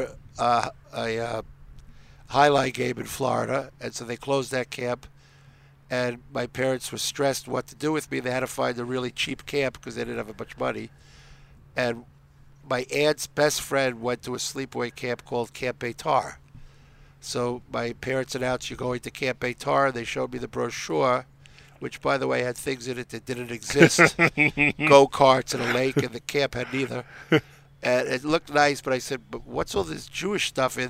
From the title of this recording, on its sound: Live from The Inbal in Jerusalem